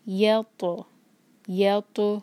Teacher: تو ہیوی ہے، اس کو منہ بھر کر پڑھیں گے، تو پر قلقلہ کریں گے